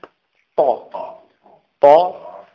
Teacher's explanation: في الطاء أكثر لأن الطاء مطبقة هي من حروف الإطباق أصلا الطاء من حروف الإطباق يعني تطبق على الحنك الأعلى وهي مفخمة فيظهر هذا الأمر في الطاء أكثر لكن المخرج واحد